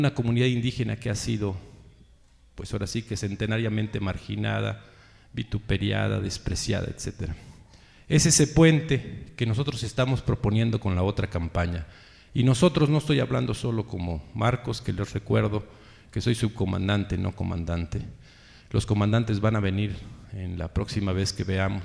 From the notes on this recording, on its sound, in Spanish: Reunión con adherentes en Querétaro. Reunión en el Teatro de la República, Querétaro.